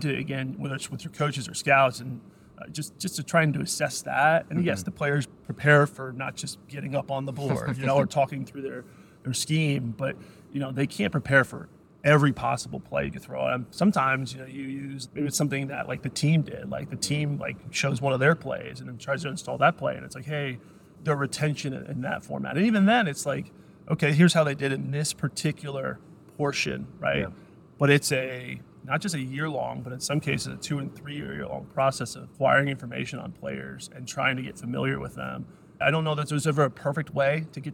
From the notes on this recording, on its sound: coming to you live from the NFL combine